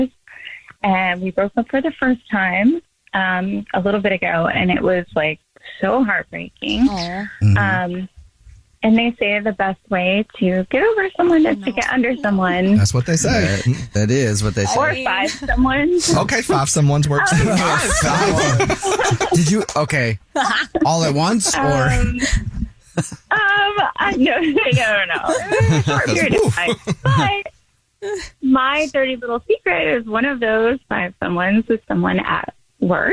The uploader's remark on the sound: We have a listener on the phone